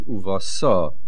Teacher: Stress is on the So.